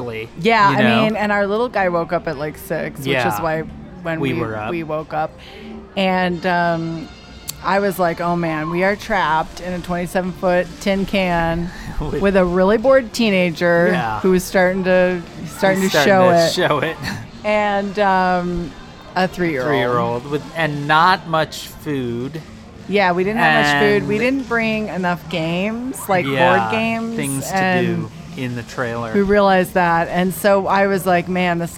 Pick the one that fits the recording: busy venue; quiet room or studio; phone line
busy venue